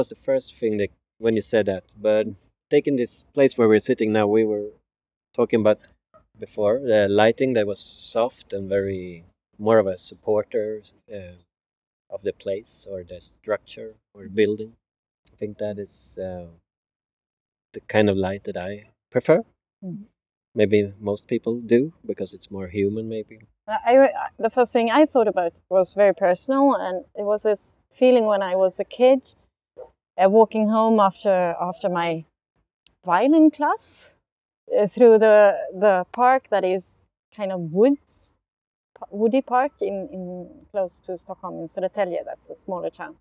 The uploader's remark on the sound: They were both working on the Yoga Paviljong project in Vasaparken, where we have done the recording this episode.